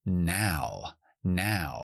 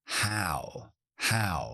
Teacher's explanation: nuestro último diptongo es cuando abrimos muchísimo la boca y vamos a la U. Es ao, ao, ao. Esto puede ser representado por la OW.